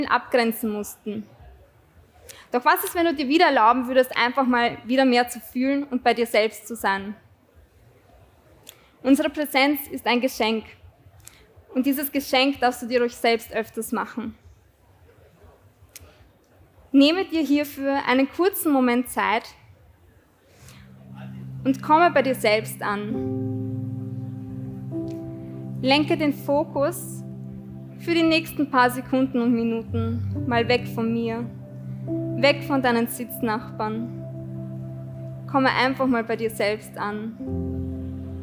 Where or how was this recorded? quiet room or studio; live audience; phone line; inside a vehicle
live audience